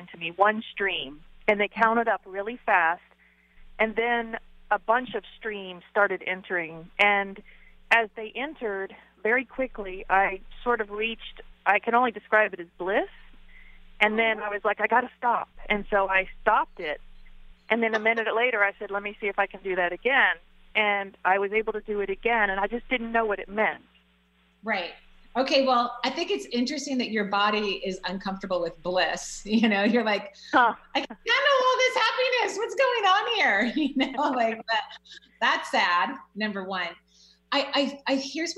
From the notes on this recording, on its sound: call-in show